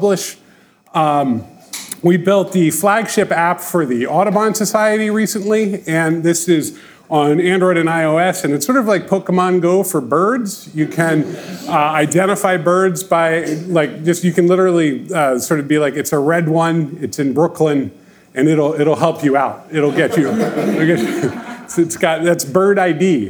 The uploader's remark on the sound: record a live podcast episode at our Ship It!